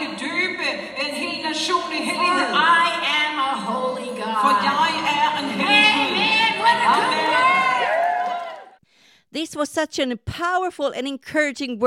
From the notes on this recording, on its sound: This took place at Faith23, a conference in Copenhagen, Denmark, on July 4th 2023.